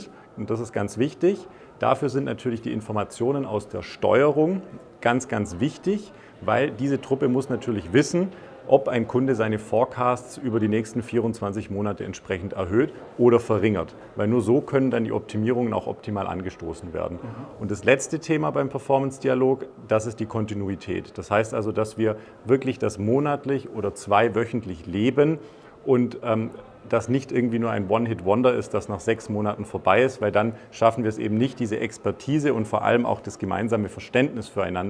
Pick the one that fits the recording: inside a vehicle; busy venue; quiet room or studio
busy venue